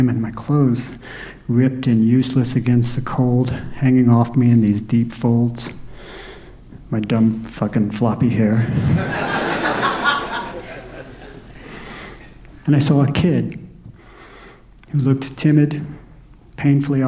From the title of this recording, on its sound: Live From San Fran 2016